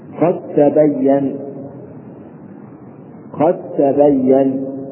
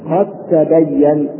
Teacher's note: أما الصغير فحكمه الإدغام وله صور مثل الدال أي إدغام الدالي في التاء، مثل قد تبين قد تبين، فالدال من قد تضغم في التاء من تبين تنفق هكذا قد تبين، فنحذف الدال تماما وننطق بالتاء مشددة